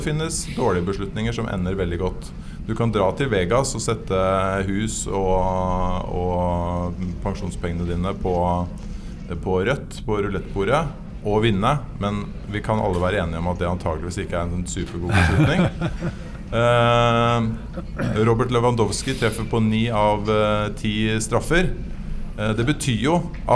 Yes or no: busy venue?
yes